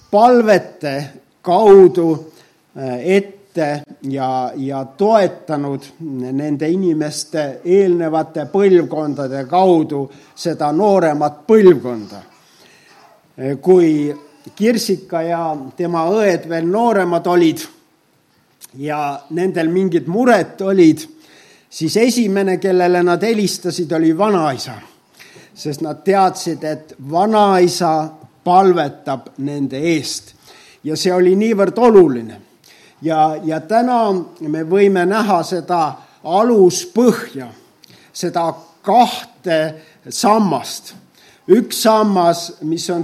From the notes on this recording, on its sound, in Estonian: Audio salvestus koosolekult